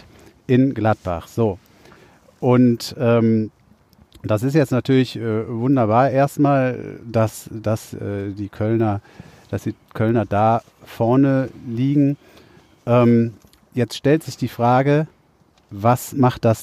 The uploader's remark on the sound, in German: Als Bonus Live auf Band: Spontane Donuts auf dem Asi-Parkplatz und eine neue Stimme am Mikrofon.